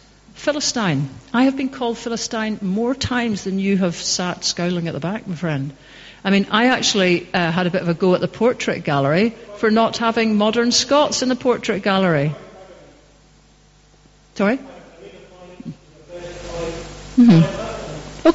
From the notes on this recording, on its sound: Q&A.Dunoon. The Post Talk Q and A session - A Democracy Live recording.